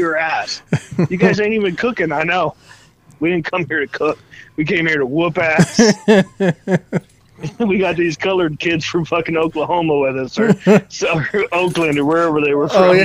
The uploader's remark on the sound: On the phone